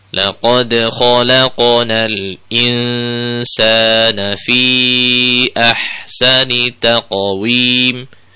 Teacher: Jadi setelah qaqlahnya muncul, kemudian langsung masuk ke huruf setelahnya, taqwi. Tidak terjeda dengan taqwi.